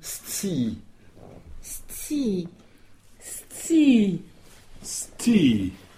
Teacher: il faut entendre le premier S pour le S, et juste après T-S, T-S pour le C.